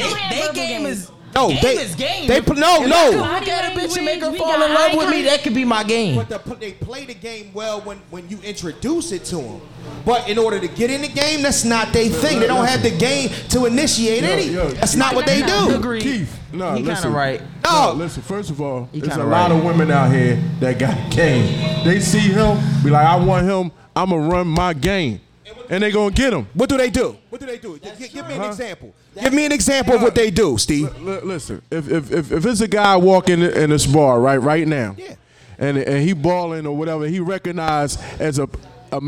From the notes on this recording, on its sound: Live from Krush Lounge in Philadelphia PA!